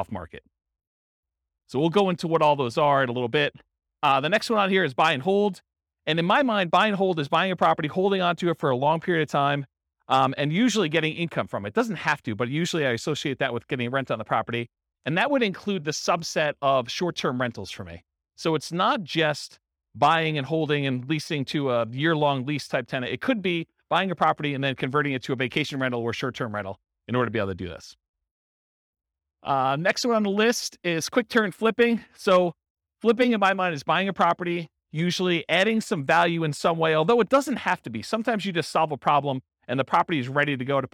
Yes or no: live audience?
yes